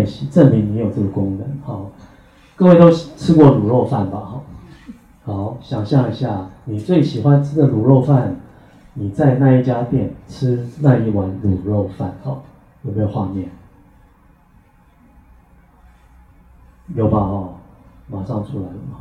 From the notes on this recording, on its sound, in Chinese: 八月中在台北心悅人文舉辦的新書發表會現場錄音